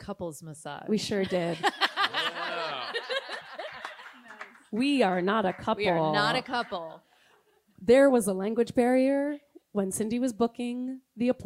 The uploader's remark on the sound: We're closing out 2023 with an exclusive live recording from folk mothership Club Passim , the historic folk venue located in Cambridge, MA, celebrating the bi-annual festival campfire . Listeners are treated to a rare on-stage interview.